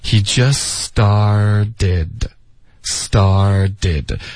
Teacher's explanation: 然后 started 这两个 t 的音都会浊化为一个 d 的音